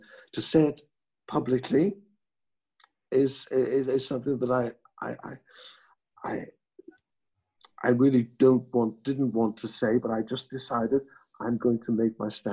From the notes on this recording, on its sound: This podcast was recorded via Zoom